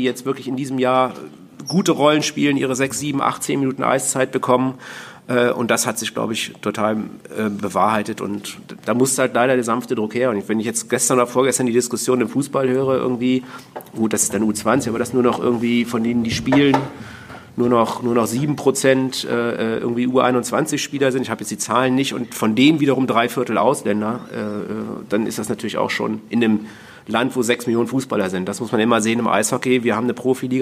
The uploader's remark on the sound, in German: LIVE von der SPOBIS20. Diesmal nach Düsseldorf - Die Eishockey Show live auf großer Bühne beim größten Sportbusiness-Kongress Europas.